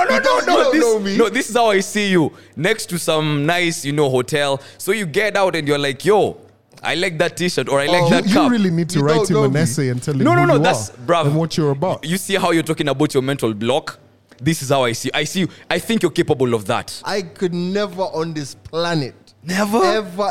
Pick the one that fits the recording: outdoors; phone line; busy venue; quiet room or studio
busy venue